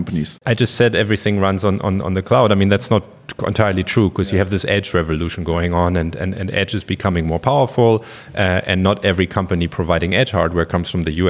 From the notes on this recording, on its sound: We recorded the episode at the Siemens AI with purpose summit in May 23.